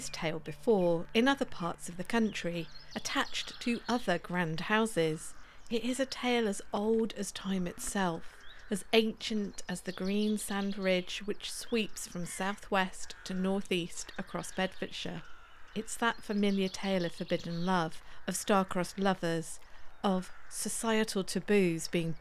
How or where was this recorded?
outdoors